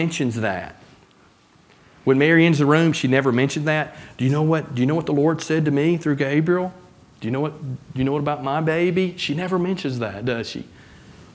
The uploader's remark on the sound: from the pulpit of Beaver Baptist Church in Brighton, Tn.